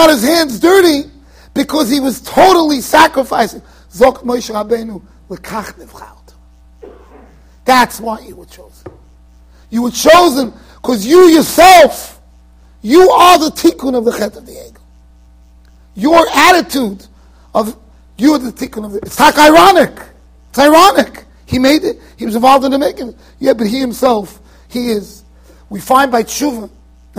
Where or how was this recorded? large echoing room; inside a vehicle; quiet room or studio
large echoing room